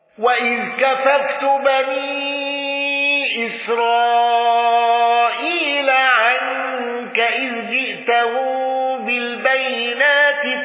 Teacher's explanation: الأصبهاني بالنقل وقصر الصلة المهموزة وقصر المنفصل